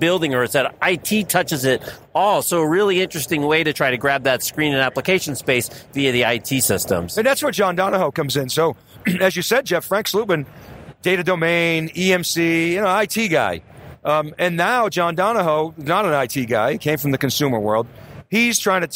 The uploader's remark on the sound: TheCUBE kicks off our coverage of ServiceNow Knowledge 18. At the Sands Expo Hall in Las Vegas.